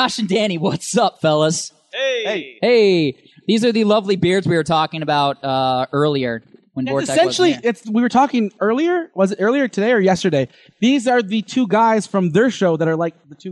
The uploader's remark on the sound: The RACK Show, live at Midwest Media Expo!